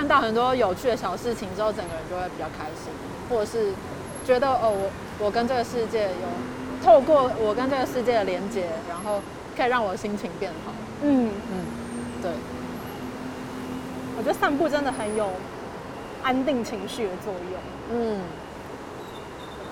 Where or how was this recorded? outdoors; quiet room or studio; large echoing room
outdoors